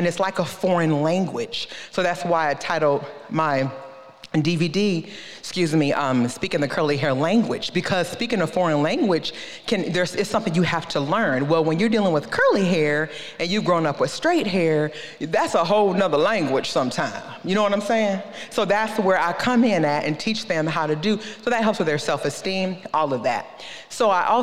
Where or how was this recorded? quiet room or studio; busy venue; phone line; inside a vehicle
busy venue